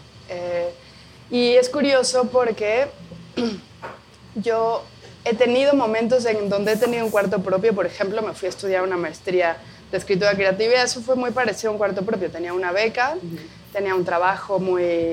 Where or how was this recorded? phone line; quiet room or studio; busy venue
busy venue